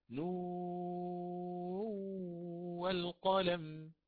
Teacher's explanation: فآتي بالغنة بحركتين في الأخير مع إدغامها، يعني نون الساكنة في الواو · Term: الإدغام